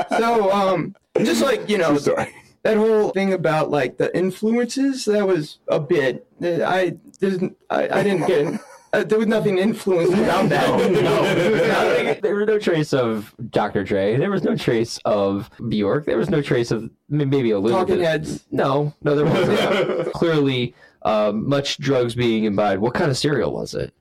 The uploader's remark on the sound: Something went afoul during the recording of this episode, rendering the entire show asleep at the Phaser control, even after several fixes thereafter at eliminating the issue.